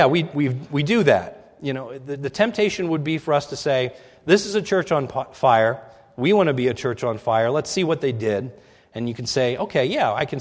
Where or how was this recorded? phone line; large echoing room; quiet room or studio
large echoing room